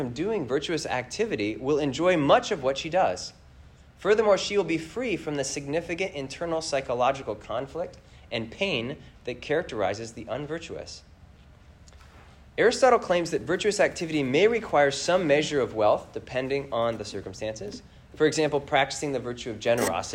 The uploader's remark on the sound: This lecture was given on September 24th, 2023, at the Massachusetts Institute of Technology.